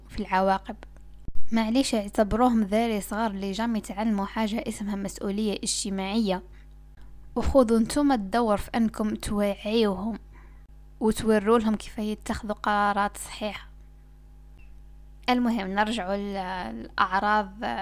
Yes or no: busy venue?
no